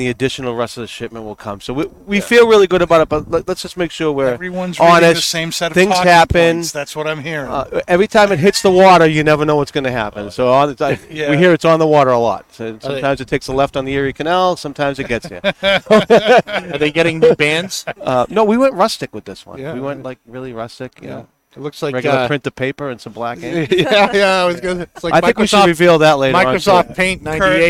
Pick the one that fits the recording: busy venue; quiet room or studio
busy venue